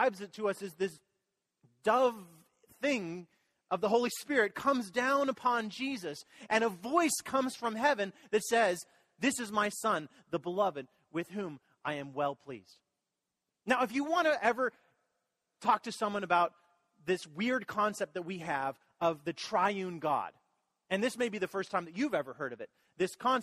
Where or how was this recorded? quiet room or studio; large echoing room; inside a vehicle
large echoing room